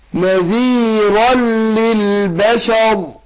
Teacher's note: في اللام ادغم بغير غنى، اقول نذيرا نذيرا نون التنوين نذيرا، نون دي اللي بتتنطق مش بتتكتب ادغمناها في اللام بعدها ادغام بغير غنى